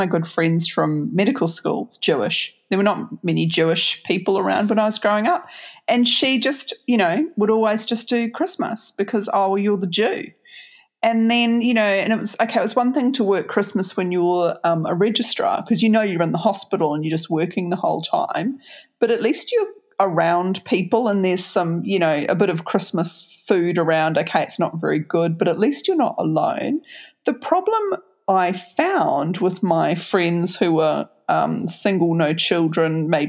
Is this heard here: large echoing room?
no